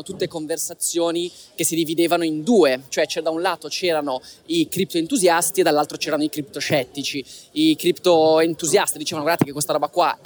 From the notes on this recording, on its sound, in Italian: Registrato live dal Web Summit di Lisbona. Alla più grande conferenza tech d’Europa.